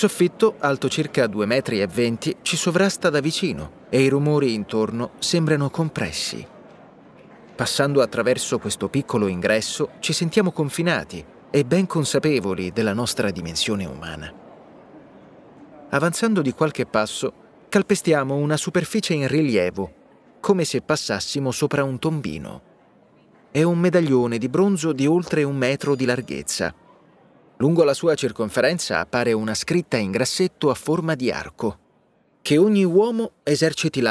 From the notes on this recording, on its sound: Traffic sounds and birds chirping. Per entrare nel museo, passiamo attraverso una porta girevole di vetro [whoosh of door]. Si nota un cambiamento repentino di suoni e temperatura una volta passati dall’ambiente esterno all’atrio dal soffitto basso. Light music with stings and xylophone begins.